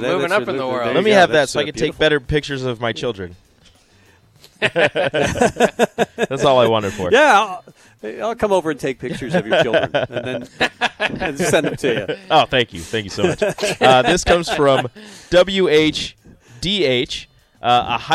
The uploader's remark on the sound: Tailgate Tuesday live from Chick-Fil-A